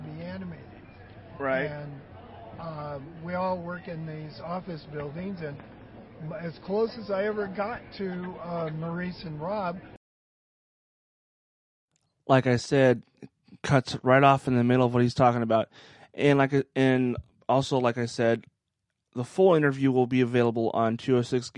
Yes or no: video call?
no